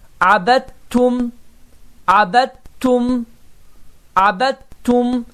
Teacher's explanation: dəl hərfi yazıda olsa belə tələffüzdə yoxdur. Tə hərfi isə qoşalaşır. · Term: idğam